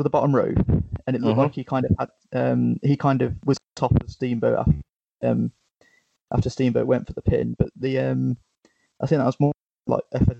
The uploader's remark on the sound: Quite old, with some patchy sound quality, some ropey production and editing